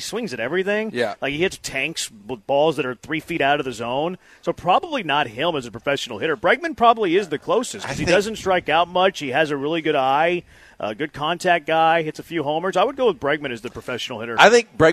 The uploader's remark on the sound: LIVE from East River 9!